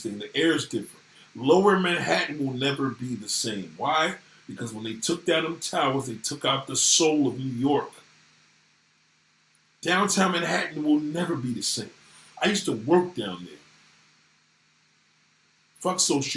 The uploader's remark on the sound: SORRY FOR THE BAD AUDIO